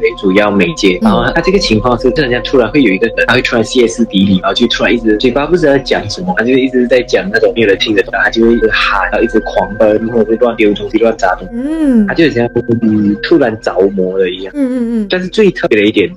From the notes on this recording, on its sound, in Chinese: 這次的節目在錄製的時候，一如往常的出現雜音、收訊不穩的問題